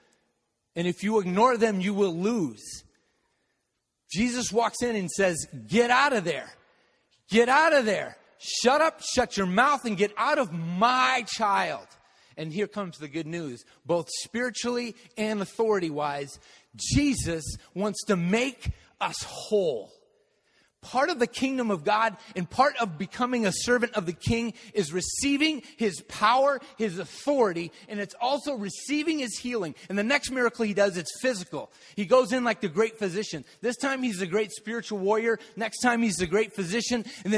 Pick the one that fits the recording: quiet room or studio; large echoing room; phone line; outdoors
large echoing room